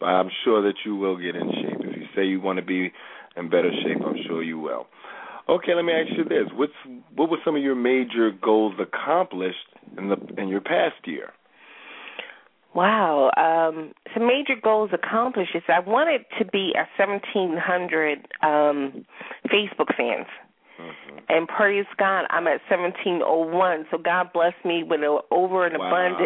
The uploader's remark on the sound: We also have a special guest star call in.